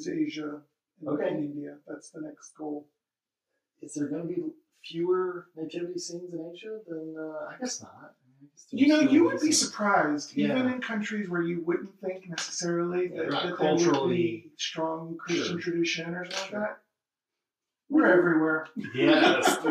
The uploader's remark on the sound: In their home. We apologize for the less than perfect audio.